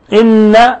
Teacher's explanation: نون مشددة تعطى غنة مقدارها حركتين، والغنة مخرجها الخيشوم، والخيشوم هو أعلى الأنف، الخرق المنجذب إلى جهة الفم.